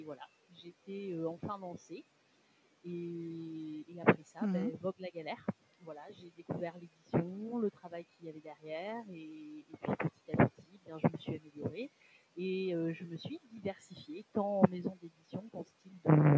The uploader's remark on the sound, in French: La qualité de l'audio de cet épisode n'est pas parfaite. J'ai fait mon maximum au montage.